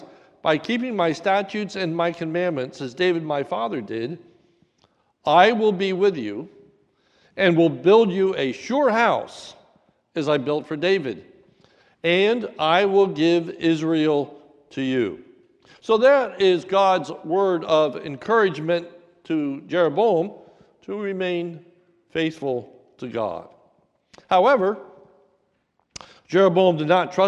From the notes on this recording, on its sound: a sermon recorded at the Lebanon Bible Fellowship Church in Lebanon, PA during the morning service